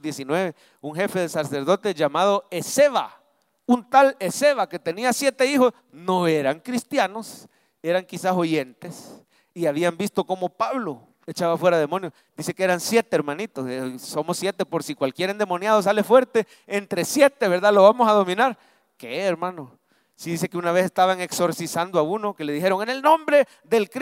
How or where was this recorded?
large echoing room